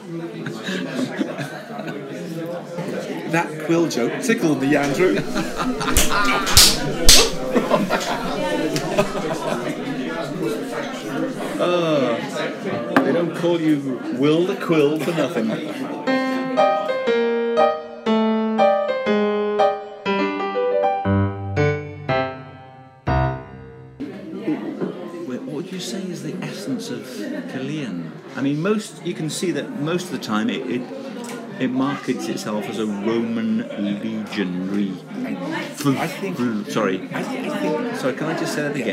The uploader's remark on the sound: A misguided attempt to record on site, an 'outside broadcast' which degenerates into a pub crawl.